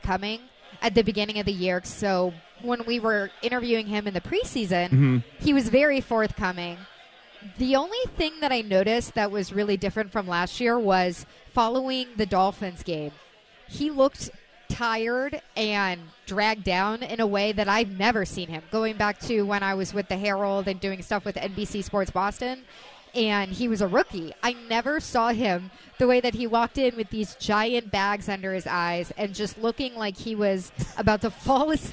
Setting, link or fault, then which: setting, outdoors